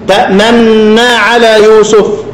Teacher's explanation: الإشمام ضم الشفتين وانت ماشي